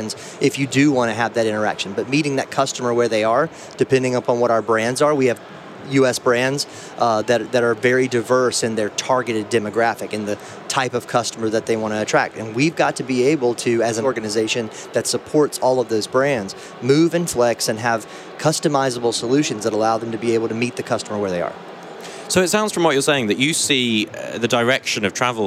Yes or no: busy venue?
yes